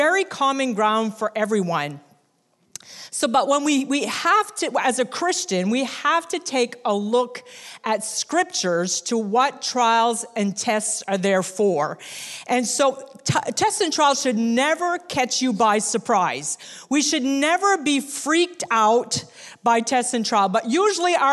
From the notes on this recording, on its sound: recorded on Sunday, October 27, 2019, during second service at The Anchor Church in Rockport, Maine